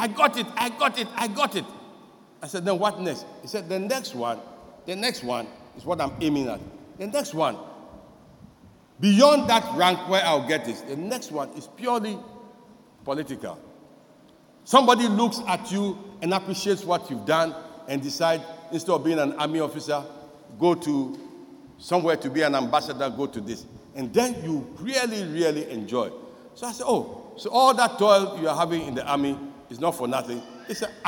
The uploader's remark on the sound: Sermon preached at CBC Shiashie Campus